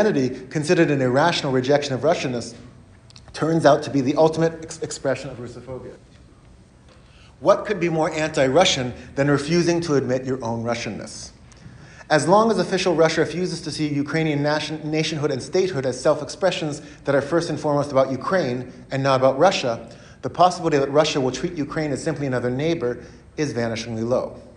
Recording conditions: large echoing room